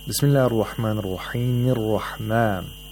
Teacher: Hamzatul Wasl is not pronounced if you connect it, if you connect the Bismillah to the ar-Rahman